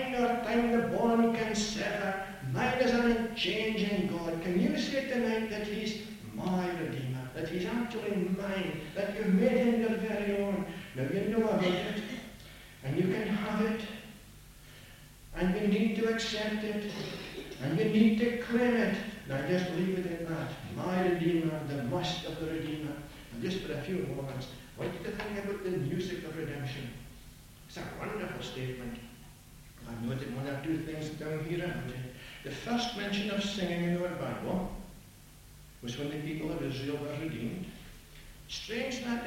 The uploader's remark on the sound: We have a Sankey style hymn recorded here at Victoria Gospel Hall.